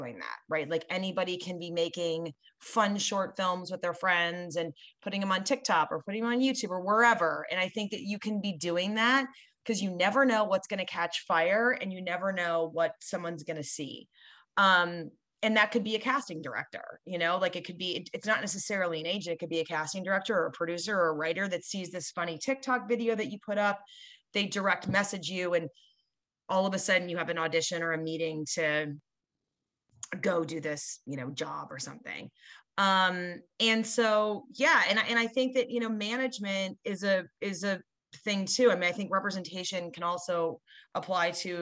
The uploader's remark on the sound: joined us as one of our monthly Guest VIP Zoom calls with the 10,000 NOs Insiders Community